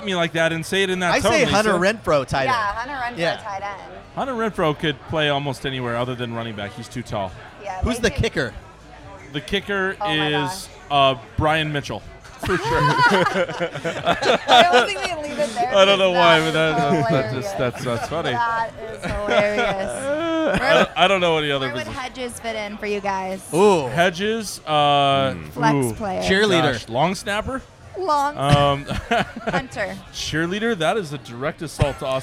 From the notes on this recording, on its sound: We posted up and received the king's treatment from Social Tap just outside of Petco Park. We posted up and received the king's treatment from Social Tap just outside of Petco Park.